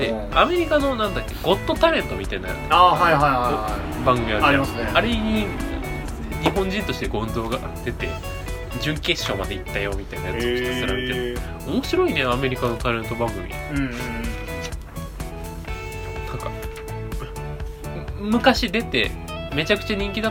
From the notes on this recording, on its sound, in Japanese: 録音機材：iPhone7